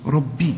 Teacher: الراء مفخمة والباء يعني تكون اكثر رقة لانها مكسورة